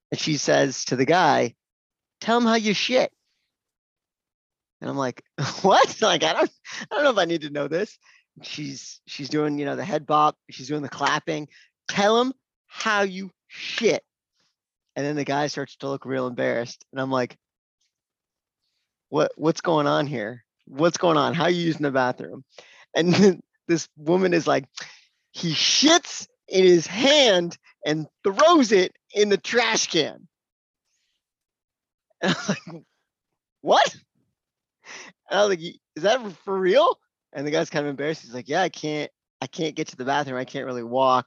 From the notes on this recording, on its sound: This episode of the Physician Grind was recorded in our first ever Virtual Open Mic on 3/16/2022.